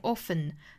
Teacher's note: 这个 t 的音是可以发也可以不发的